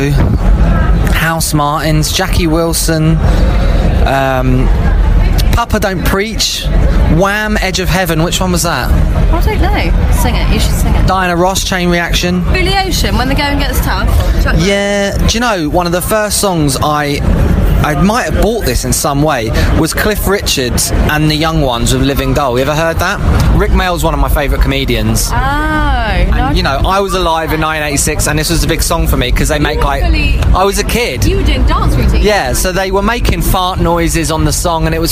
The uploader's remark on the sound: Live from the bustling London food hub of Borough Market. In the park. We witness the return of the phone in..